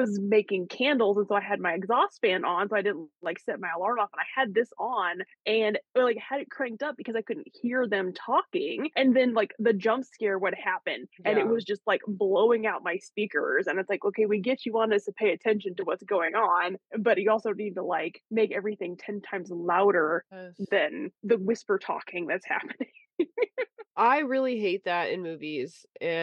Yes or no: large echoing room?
no